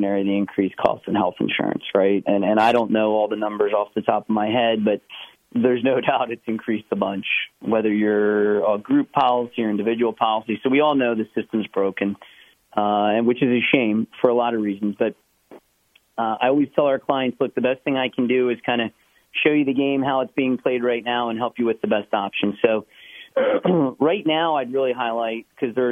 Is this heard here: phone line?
yes